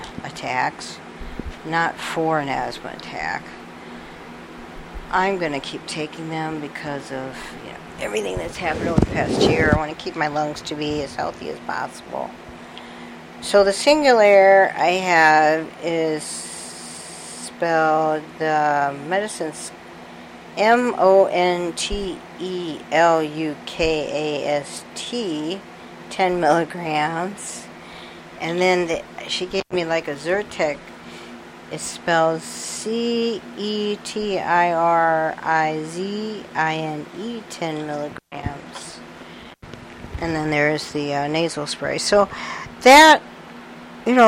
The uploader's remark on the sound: I'm sorry for the fan and for a couple of cutouts in the mic that was minor so I left them in.